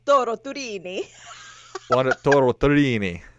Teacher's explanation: it's not an L. It's a rolled R.